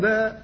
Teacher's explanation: فإذا الباء خرجت من بين الشفتين مفتوحة، والألف جاءت وراءها فكانت مدا لها فلحقت بها